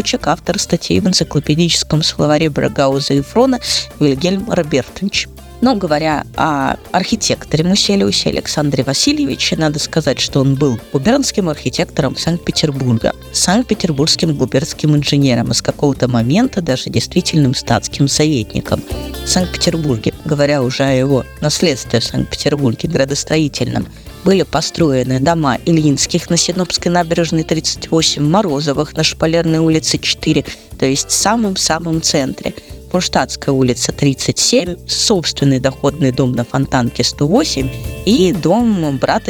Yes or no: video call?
no